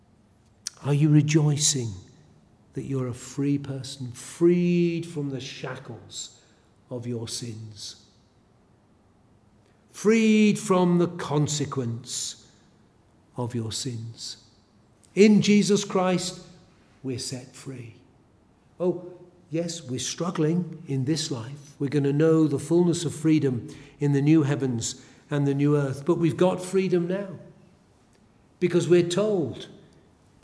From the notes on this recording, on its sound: A sermon preached at Elswick Parish Church.